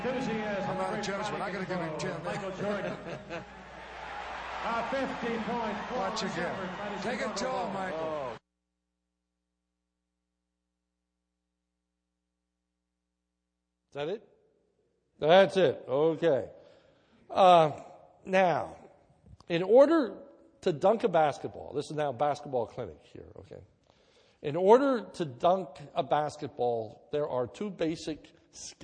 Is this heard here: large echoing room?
yes